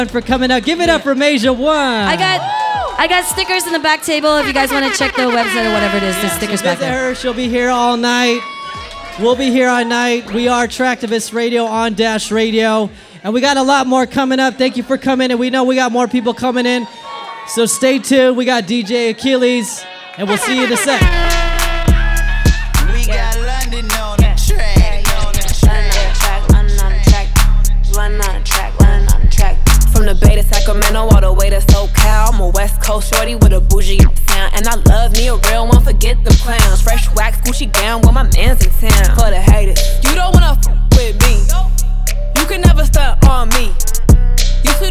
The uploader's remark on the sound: Uprising & TRAKTIVIST present: #representAsian LIVE - A night of live entertainment. This episode is a pre-recorded taping of TRAKTIVIST Radio on DASH Radio at 18 Social - Hotel Indigo in Los Angeles, California.